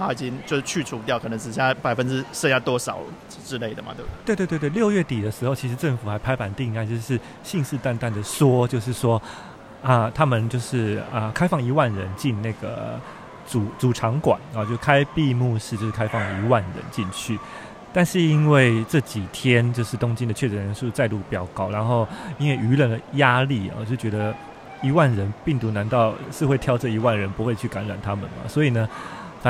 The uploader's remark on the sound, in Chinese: 在台場現場收音